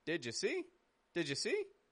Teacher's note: if a word ends in D, the following word is you, we can blend those together to make a j kind of sound